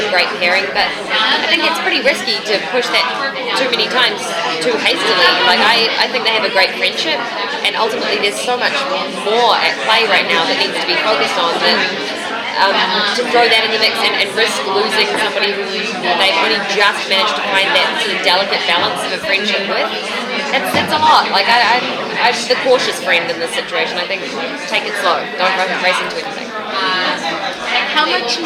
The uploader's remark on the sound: Round Table Interview - iZombie Comic-Con 2016. DCTV Podcasts got the chance to participate in the iZombie Press Room at San Diego Comic-Con.